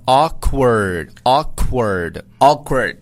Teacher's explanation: I was awkward,那么大家注意这个就是特别尴尬的这个单词啊，它这个在读音上啊，我们给大家稍微提一下。首先第一个这个 AW 的读音呢，就是你要把嘴收圆了啊，然后往前撅发 O,后面这个 K 和这个 W 要这两个辅音呢要读的稍微快一点，就是 qu, qu 是吧，嗯哼，就是后面是 awkward, awkward, awkward, yes, awkward,这个词在那个美剧当中经常能够出现。yeah,、I was